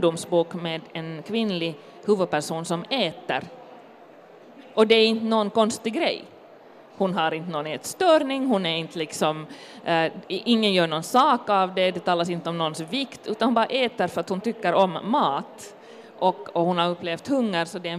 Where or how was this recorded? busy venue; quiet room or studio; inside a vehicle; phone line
busy venue